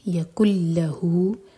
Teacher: آیا نمبر 4، ولم یکلہو، کیف کو سیدھا لام سے جوڑیں گے، یہ ہے ادغام بغیر غنہ کا، تو یہاں پر نون کی آواز بالکل نہیں آئے گی